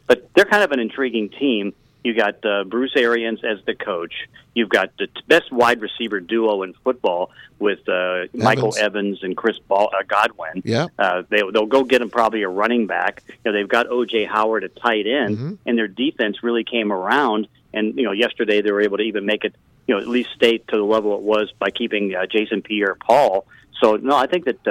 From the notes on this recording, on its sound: joined on the phone